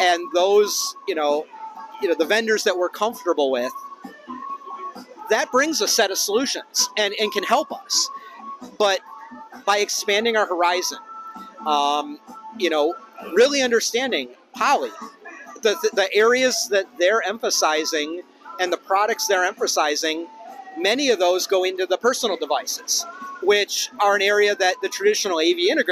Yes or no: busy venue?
yes